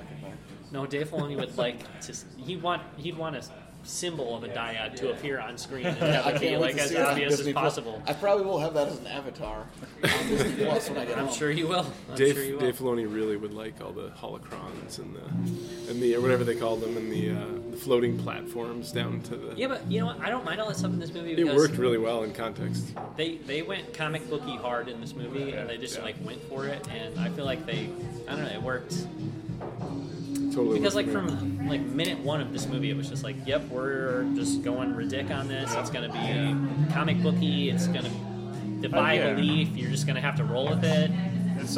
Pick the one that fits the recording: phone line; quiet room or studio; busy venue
busy venue